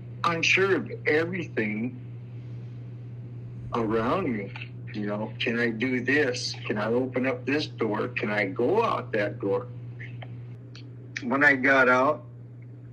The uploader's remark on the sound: Over the phone. Alpha House Pre-release Center in Billings, MT.